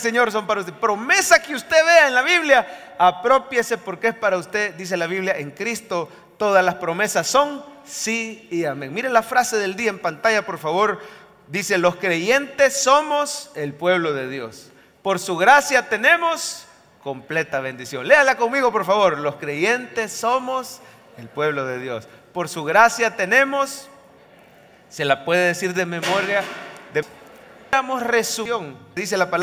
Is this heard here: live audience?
yes